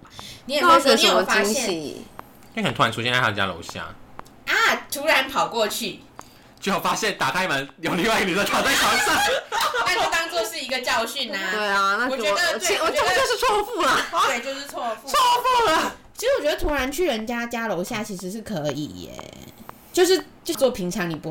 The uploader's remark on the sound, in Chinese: 這集節拍器忘記關了，可能稍微有些雜音